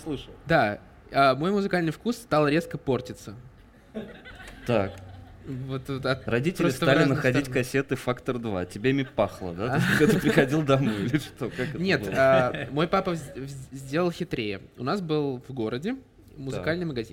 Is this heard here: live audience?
yes